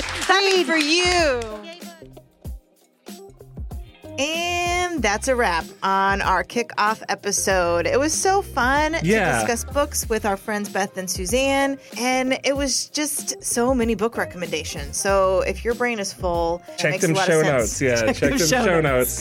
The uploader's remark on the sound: Recorded in front of a live audience at the Advanced Learning Library in Wichita, KS.